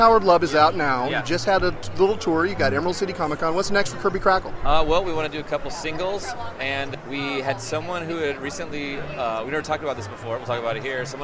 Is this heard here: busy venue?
yes